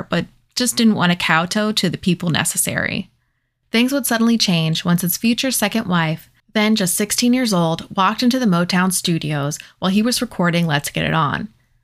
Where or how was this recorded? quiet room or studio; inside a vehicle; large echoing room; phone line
quiet room or studio